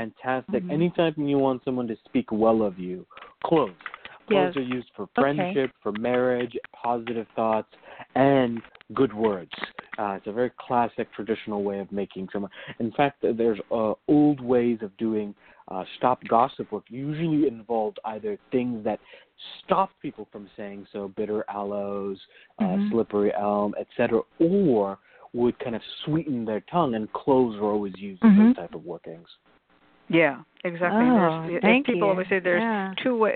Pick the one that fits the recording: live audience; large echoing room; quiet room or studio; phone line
phone line